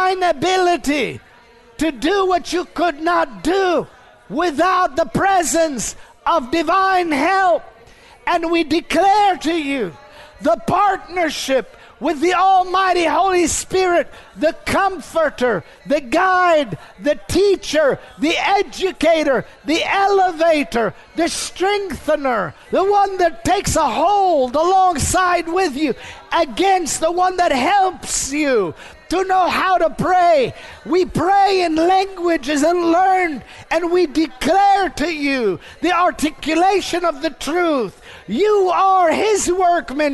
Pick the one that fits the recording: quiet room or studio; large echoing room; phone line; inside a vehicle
large echoing room